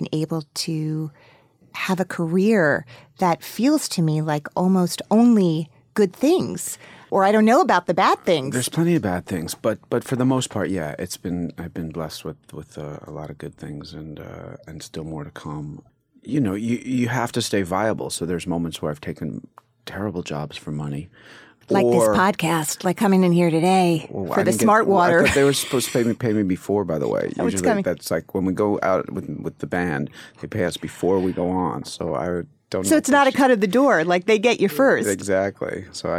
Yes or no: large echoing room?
no